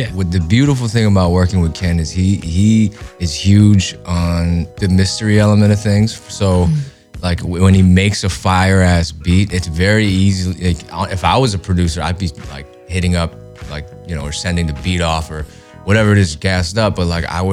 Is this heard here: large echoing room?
no